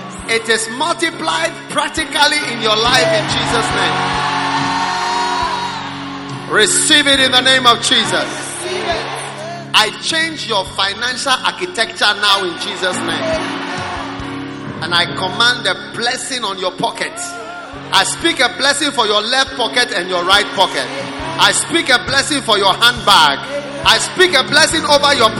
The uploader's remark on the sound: Preached at the Prophetic Ecounter Service.